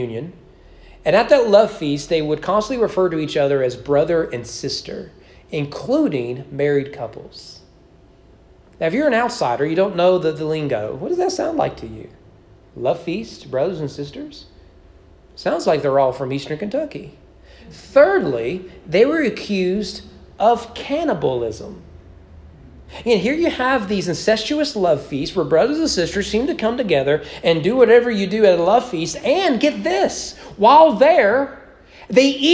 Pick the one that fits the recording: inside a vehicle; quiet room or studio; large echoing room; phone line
large echoing room